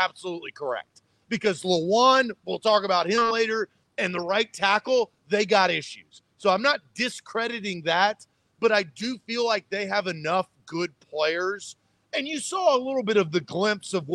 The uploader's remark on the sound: Live from Mill Creek Brewing